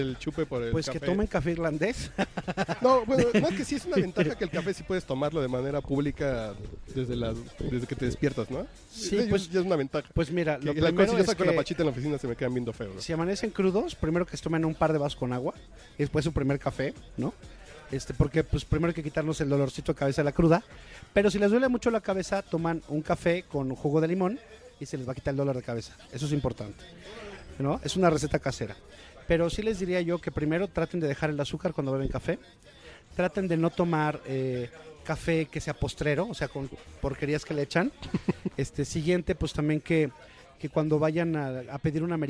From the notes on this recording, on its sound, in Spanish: Grabamos en 'Rococó', la mejor cafetería que hemos conocido y no exageramos.